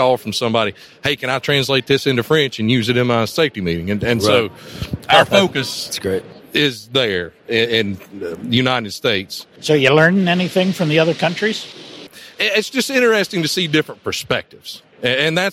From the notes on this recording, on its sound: we are at the #Trees & #Utilities #2023 Conference